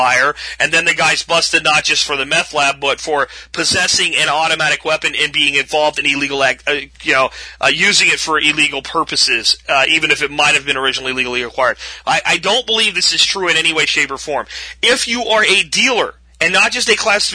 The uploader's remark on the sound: Call in friday